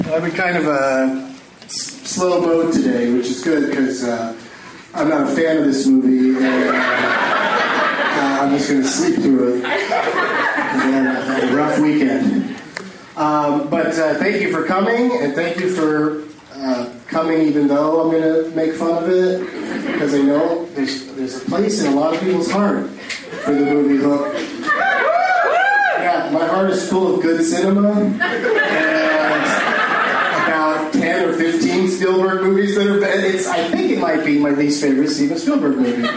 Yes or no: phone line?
no